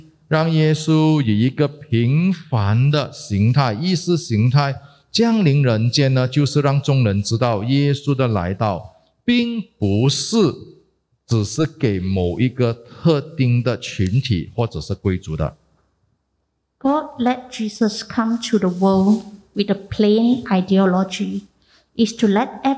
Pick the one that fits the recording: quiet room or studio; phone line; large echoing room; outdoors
large echoing room